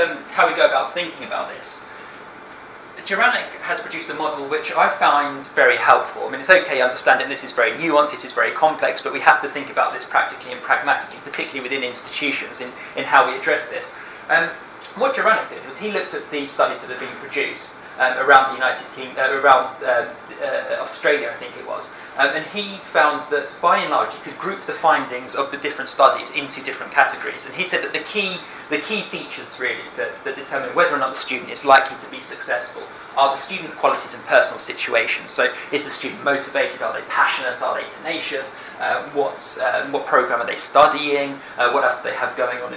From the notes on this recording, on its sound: speaks at the SRHE Network event Perspectives on Submission and Completion of the Doctorate